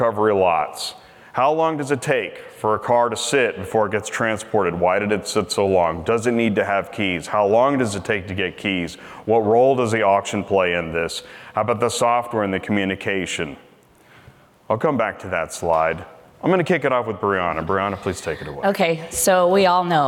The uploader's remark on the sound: We continue our series on the Auto Remarketing Podcast highlighting some of the panels and presentations from Used Car Week 2023. This episode features a dealer panel.